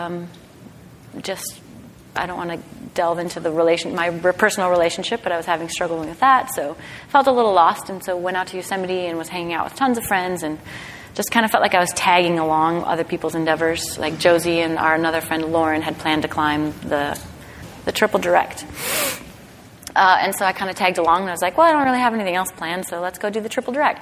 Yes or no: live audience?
yes